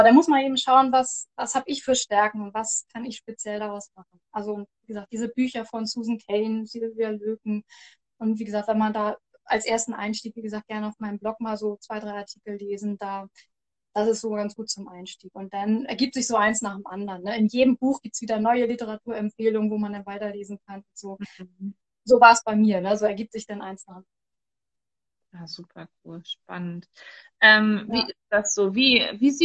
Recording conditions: video call